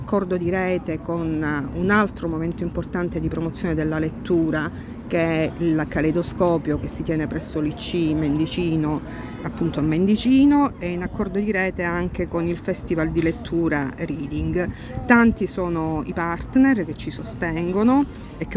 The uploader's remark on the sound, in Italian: siamo al B-Book Festival di Cosenza